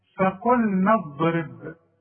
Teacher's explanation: مش هنقول بقى فقلنا، ما تقولش فا قلنا فا، ما انت عارف ان الته فا، وما تقولش فقلنا ما، لا فقلنا، فقلنا اضرب، اوعى تقلقل الضاد، انت ما خدتش حروف القلقله لكن الضاد لا تقلقل